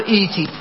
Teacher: نبدل الثانية حرفا مجانسا للحركة التي قبله، حرف مد من جنس ما قبله